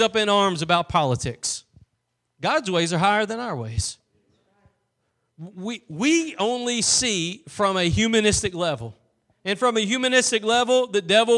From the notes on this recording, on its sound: Preached at Gospel Lighthouse in Bossier City, La.